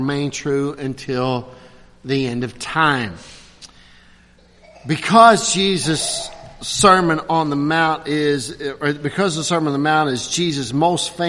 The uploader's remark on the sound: at Christ Covenant Presbyterian Church, Lexington, Ky.